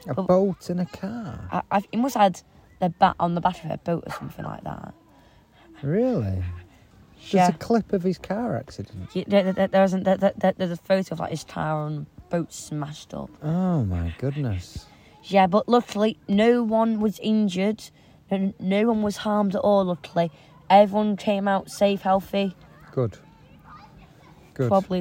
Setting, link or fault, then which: fault, sounds in the background